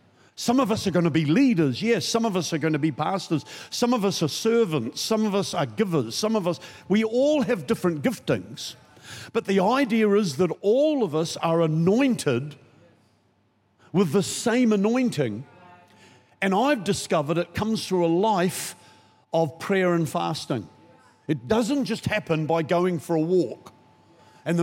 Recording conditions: large echoing room